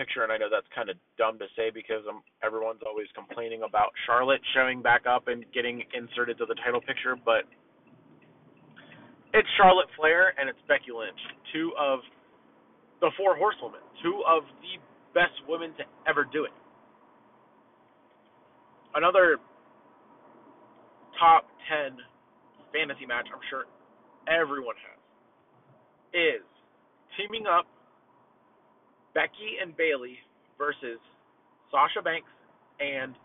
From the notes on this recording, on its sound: This audio is rough I apologize. Was recording some of this in my car i apologize if it sounds a little quiet or off.